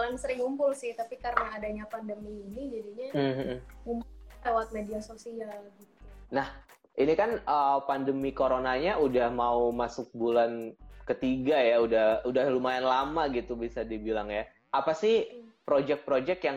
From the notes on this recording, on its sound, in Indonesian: detikcom berkesempatan untuk melakukan Instagram Live